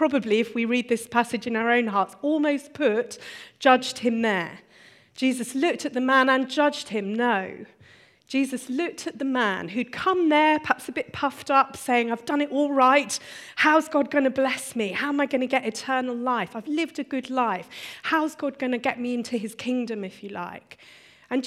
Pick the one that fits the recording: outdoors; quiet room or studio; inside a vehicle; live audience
live audience